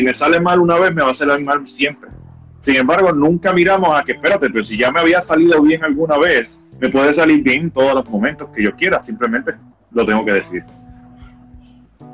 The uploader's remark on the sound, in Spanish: Live por Instagram